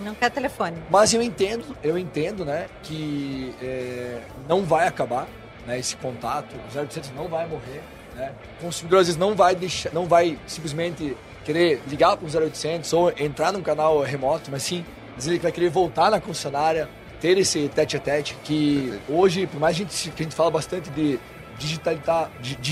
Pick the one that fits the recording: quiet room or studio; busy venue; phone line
busy venue